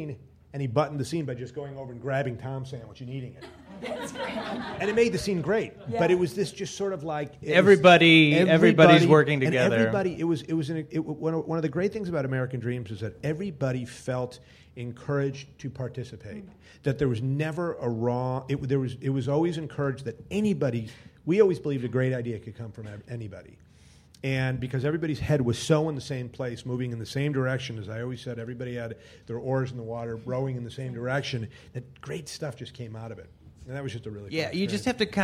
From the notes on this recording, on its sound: Directors panel from ATX, an Austin TV Festival. Recorded at ATX 2013.